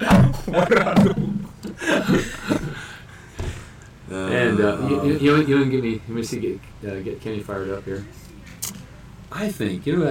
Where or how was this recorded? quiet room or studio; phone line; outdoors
outdoors